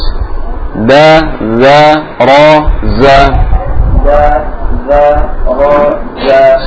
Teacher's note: Jadi zalnya jangan keluar desis.